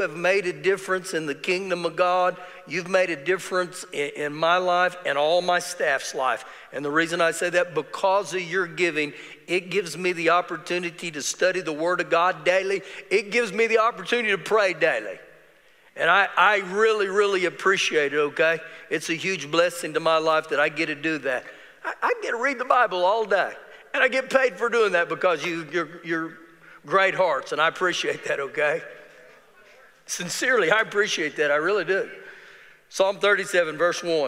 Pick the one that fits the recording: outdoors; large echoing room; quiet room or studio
large echoing room